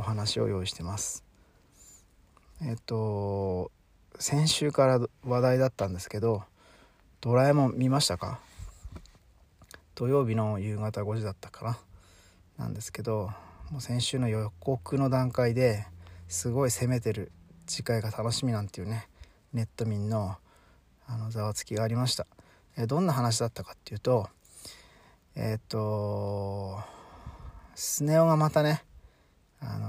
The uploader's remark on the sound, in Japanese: 朝8:00公園にて